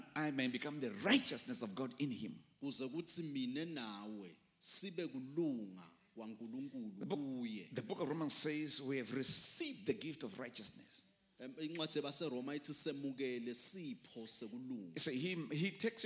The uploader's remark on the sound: Recorded live at The Apostolic Hub.